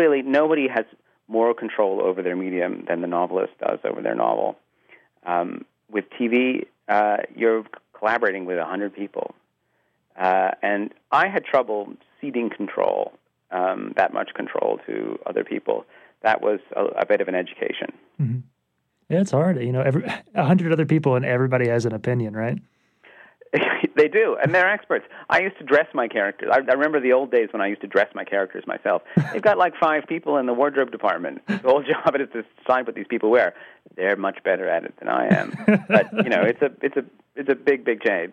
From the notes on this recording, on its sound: speaks via phone